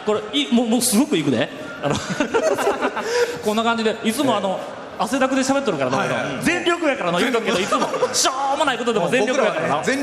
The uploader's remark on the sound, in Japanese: 初公開録音！ in サンポート高松